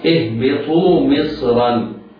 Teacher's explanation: اهبطوا مصرا، كلمة مصرا الميم مكسورة مرققة، الصاد ساكنة بعدها راء مفتوحة حكمها التفخيم